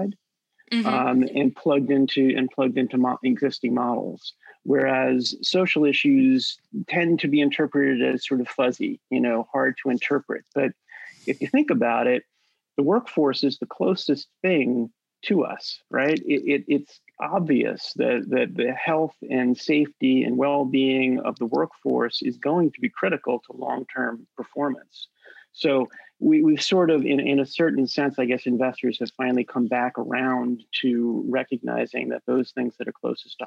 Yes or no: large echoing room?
no